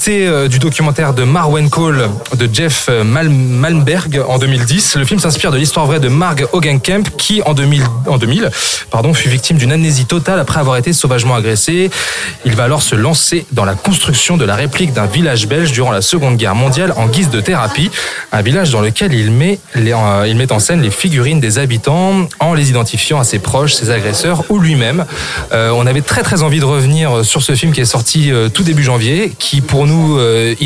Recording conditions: busy venue